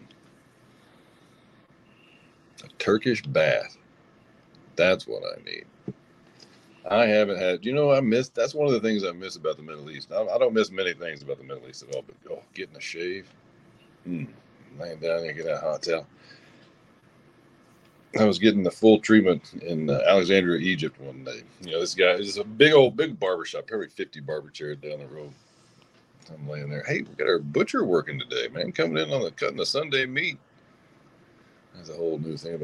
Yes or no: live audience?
no